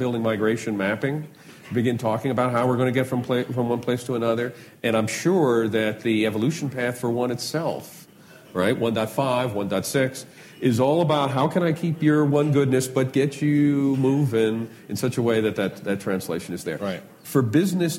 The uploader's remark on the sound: LIVE! from ng-conf 2015